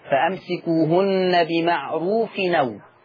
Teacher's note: النقل اللي هي هننقل حركة الهمزة للتنوين